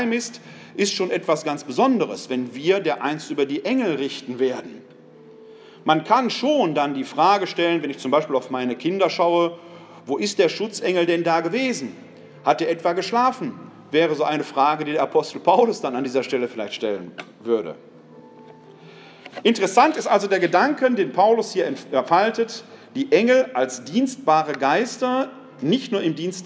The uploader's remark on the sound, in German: Mitschnitt des Vortrags.